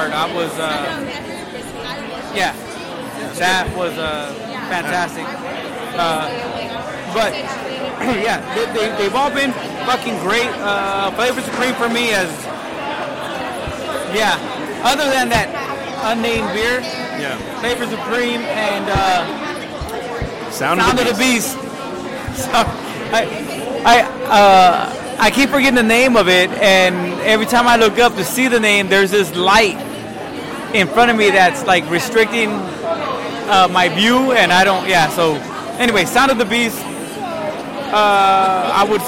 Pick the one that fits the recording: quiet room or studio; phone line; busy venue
busy venue